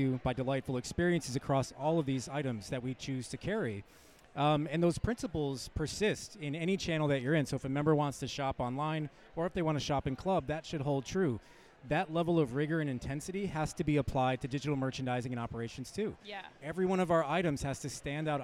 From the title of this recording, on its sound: Live From eTail